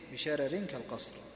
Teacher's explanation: ترقيق الراء الأولى من لفظ بشرر في سورة المرسلات في الوصل والوقف لأجل كسر الراء الثانية بعدها، فهو ترقيق لترقيق، فيقرأ إيش؟